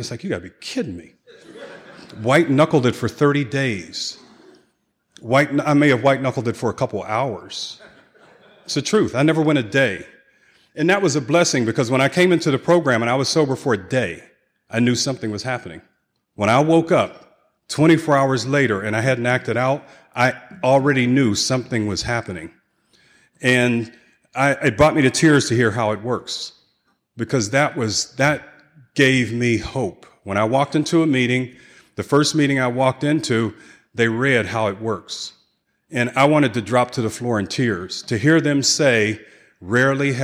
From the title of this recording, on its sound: 2016 San Diego Conference Keynote Speaker